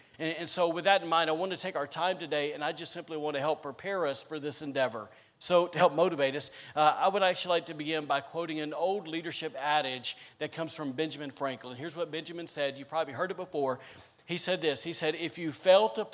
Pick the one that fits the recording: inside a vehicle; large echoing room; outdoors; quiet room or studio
large echoing room